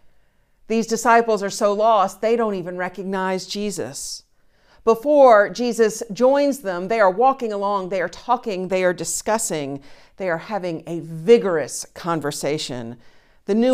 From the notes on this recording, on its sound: Streaming test from the bell tower. The conversation is followed by the prayers, music, and sermon from Sunday's virtual service. Recorded live each week at First Pres in beautiful historic downtown New Bern, North Carolina. First Presbyterian Church, New Bern, North Carolina, established in 1817.